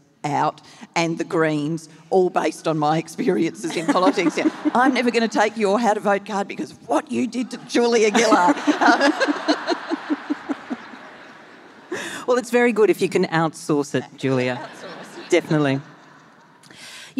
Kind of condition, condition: setting, live audience